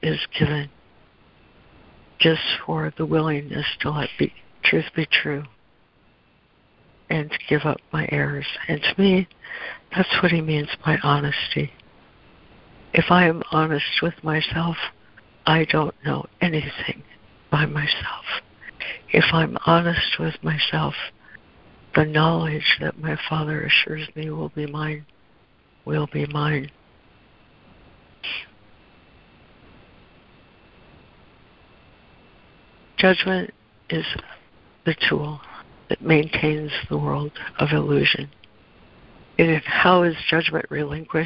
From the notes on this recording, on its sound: ACIM Daily Conference Call